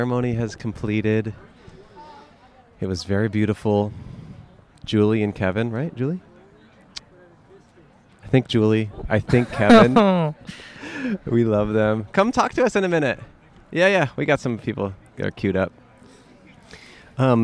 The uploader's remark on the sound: Recorded at The Thursday Club in La Cañada Flintridge.